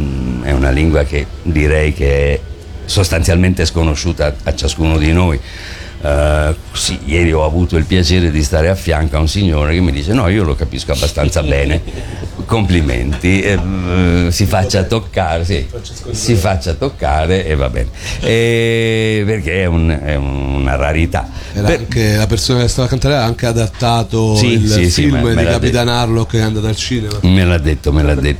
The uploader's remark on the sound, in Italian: Da Lucca Comics & Games 2018